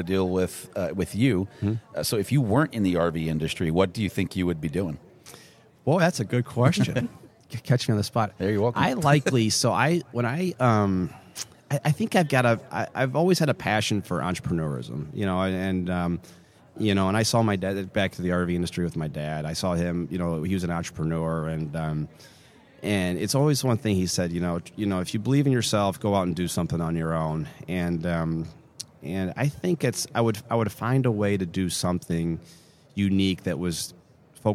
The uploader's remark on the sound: Live from the 2024 Flordia RV SuperShow.